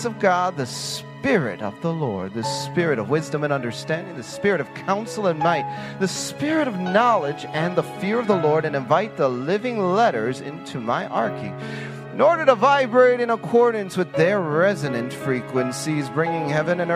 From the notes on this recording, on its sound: Sunday sermon from the Decoding the Supernatural Conference from March 7, 2021 at the Global Fire Church in Murfreesboro, Tennessee